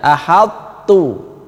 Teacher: Nah, bukan ahattu yang langsung masuk ke sini, tapi ini masih ada, tapi dihilangkan qalqalahnya saja